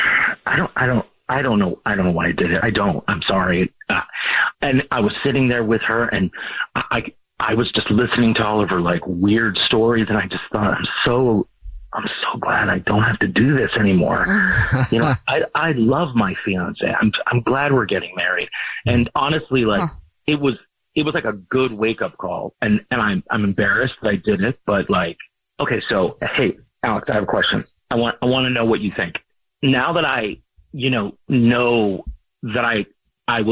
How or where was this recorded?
phone line